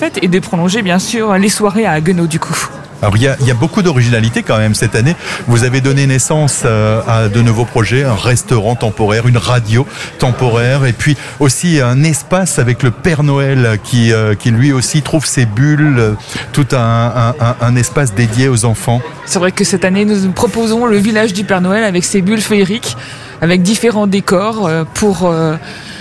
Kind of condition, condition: setting, outdoors